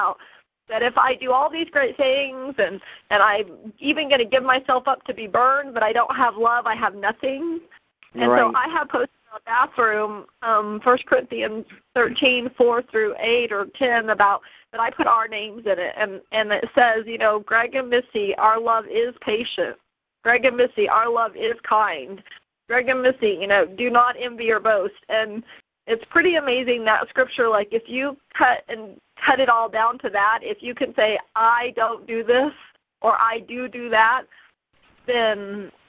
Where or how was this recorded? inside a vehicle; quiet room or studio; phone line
phone line